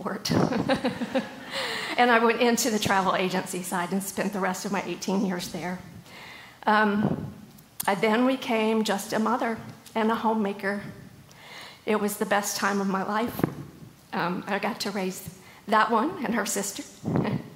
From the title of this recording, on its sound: LIVE! September at the Gathering 2023